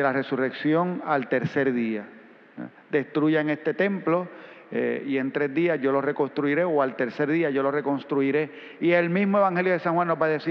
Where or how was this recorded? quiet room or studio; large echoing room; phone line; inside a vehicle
large echoing room